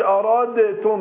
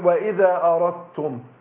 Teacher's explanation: ولذلك في المصحف عندنا ايه هتتلاقوا ان الدال ما عليهاش علامه السكون والداء والتاء بعدها ايه مشدده. فبننطق على طول بعد الراء التاء · Shown in: second take · اقول اردتم ما بقولش ارادتم هي اصلها اردتم.